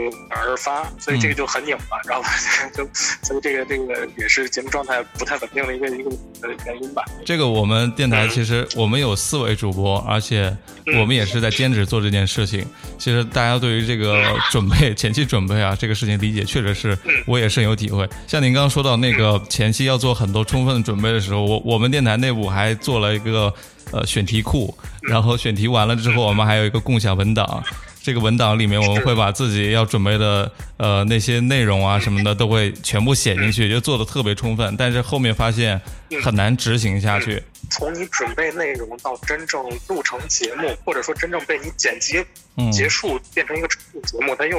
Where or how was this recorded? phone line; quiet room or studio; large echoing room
phone line